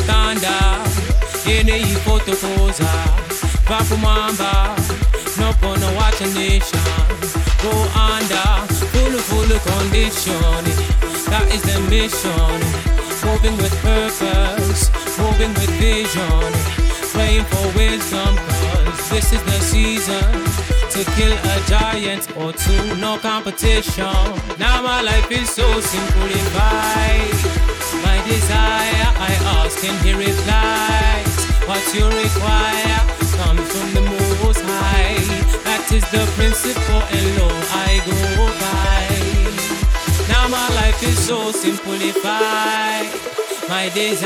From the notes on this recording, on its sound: Afro tecH live from Try Lounge 2.